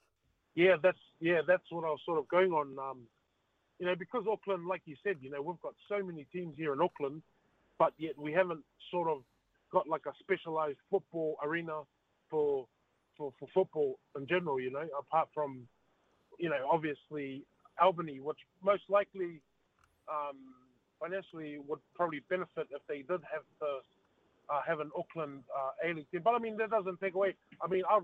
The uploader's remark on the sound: hits the phone and text line to see what listeners have to say